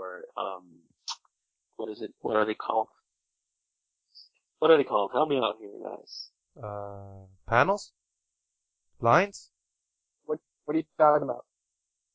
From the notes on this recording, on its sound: As the Nameless Geeks battle SOUND ITSELF. Sand Diego Comic Con.